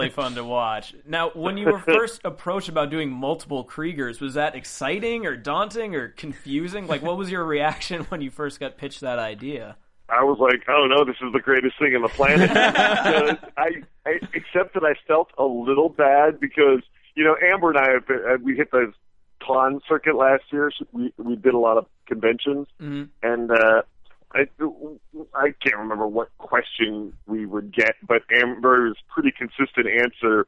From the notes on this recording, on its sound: special guest call